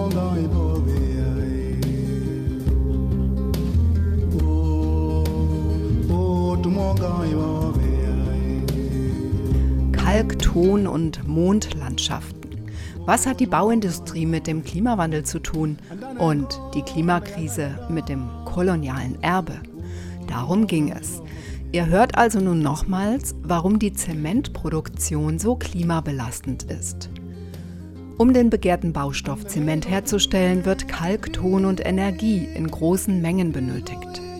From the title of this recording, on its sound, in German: PANEL Live aus dem Colombipark